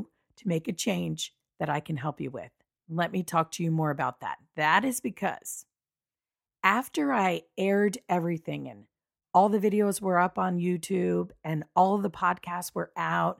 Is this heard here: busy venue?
no